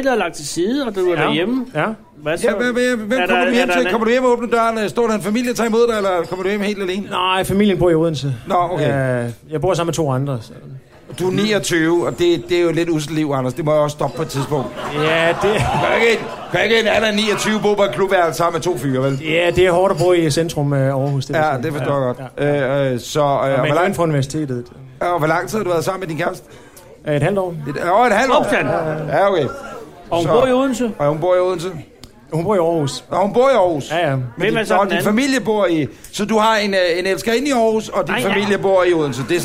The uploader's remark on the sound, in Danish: Live fra Aarhus. Er optaget på beværtning ' Hos Anders' I Aarhus Midtby. Foran et oplagt publikum.